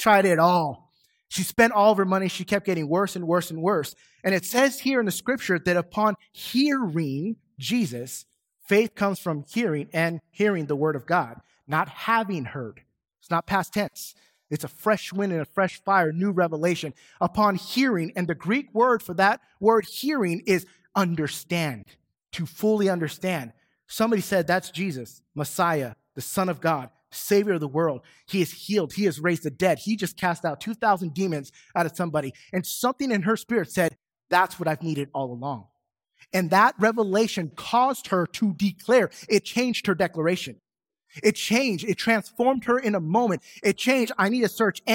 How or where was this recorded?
large echoing room